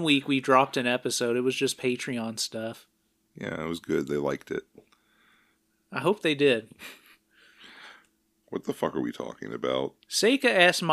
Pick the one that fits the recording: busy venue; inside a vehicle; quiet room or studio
quiet room or studio